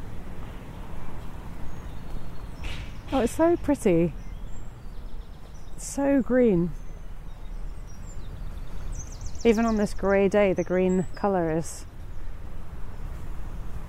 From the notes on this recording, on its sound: This podcast is recorded in 3D sound! She invites you to join her out and about as she captures those small, magical moments of everyday life, in sound. Thanks to 3D recordings, you’ll hear everything she does as if you were right there with her.